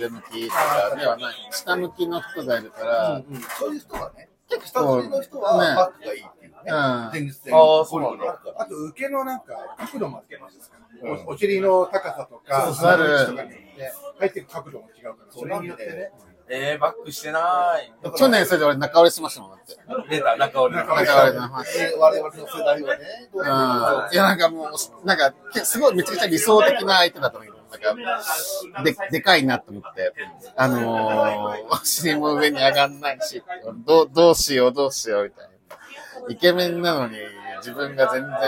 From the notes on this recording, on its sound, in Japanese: 先日のとらんぽりんでの飲み会中、コラボ録っちゃう？みたいなノリから収録してみました 周りの音も拾いまくってるのでお聞き苦しいかと思いますが